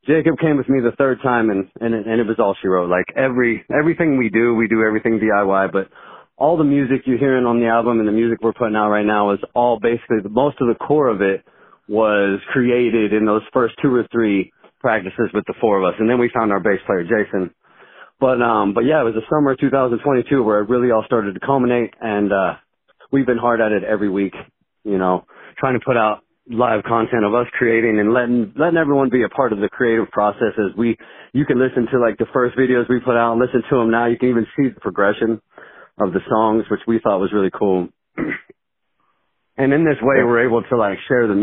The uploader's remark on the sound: From Southern Illinois, call in to chat.